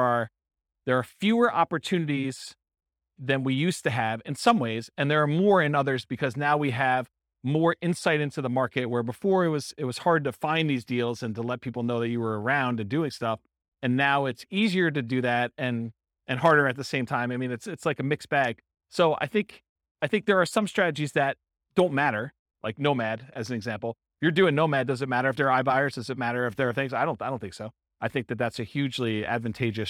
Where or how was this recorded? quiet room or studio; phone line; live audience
live audience